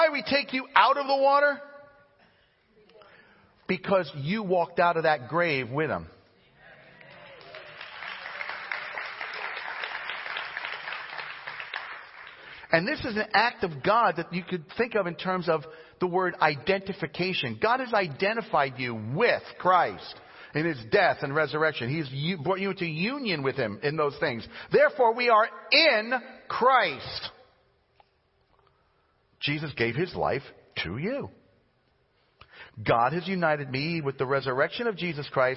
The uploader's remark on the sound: Preached at Bayside Chapel in Barnegat, NJ.